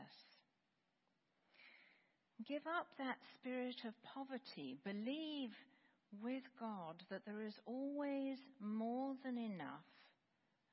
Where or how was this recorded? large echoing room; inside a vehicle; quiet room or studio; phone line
large echoing room